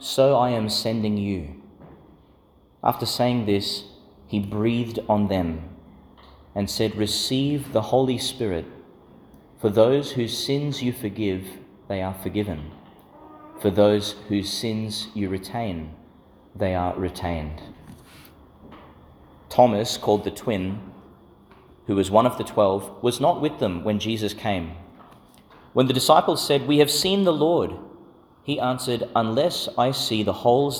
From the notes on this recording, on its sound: Delivered in St Patrick's Church, Calliope, Qld.